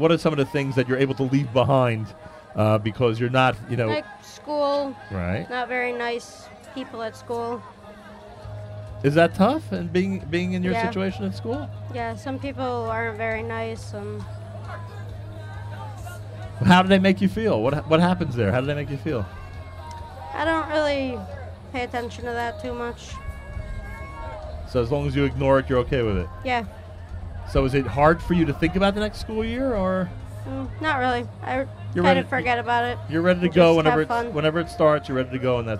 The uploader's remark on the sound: Live Remote Alert! Broadcasts with Bike4Chai from Camp Simcha, the World's Greatest Finish Line.